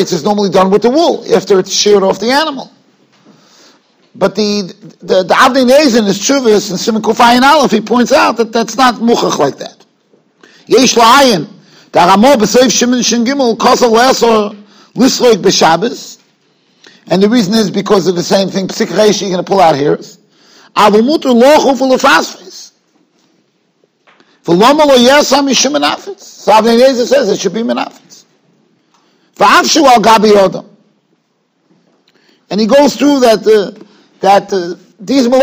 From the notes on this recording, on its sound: Shiur recorded in Yeshivas Ohr Reuven, Monsey, NY.